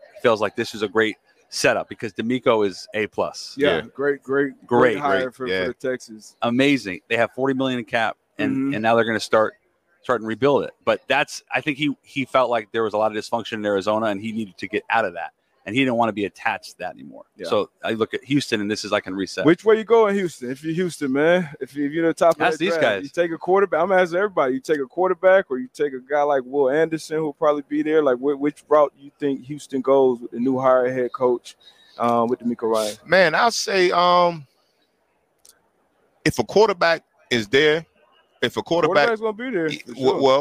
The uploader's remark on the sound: LIVE FROM MEDIA ROW AT THE SUPER BOWL